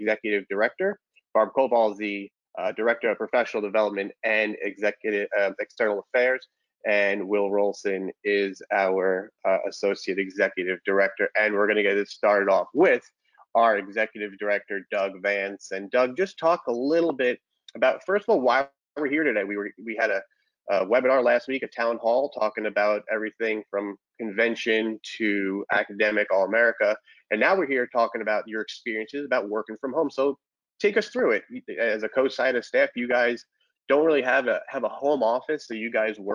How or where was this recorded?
video call